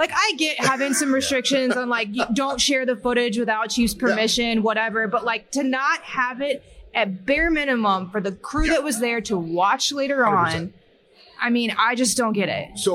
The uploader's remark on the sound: Live at FDIC